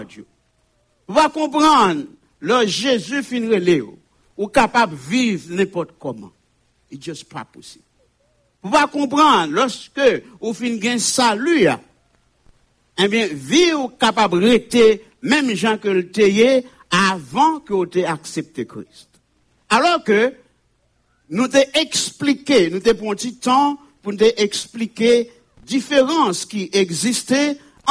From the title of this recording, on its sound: Sunday Service Live